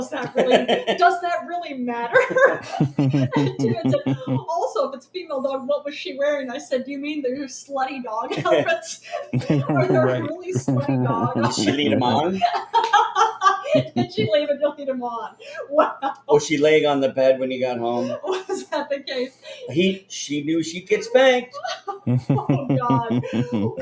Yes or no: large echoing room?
no